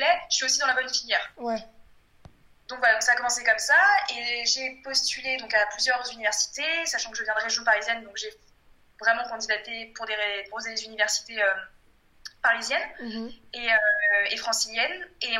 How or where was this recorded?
video call